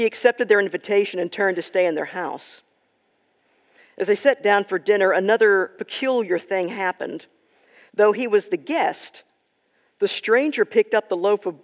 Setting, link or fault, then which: setting, large echoing room